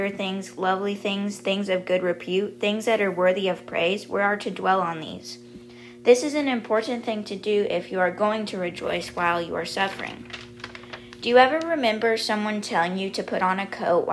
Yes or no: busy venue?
no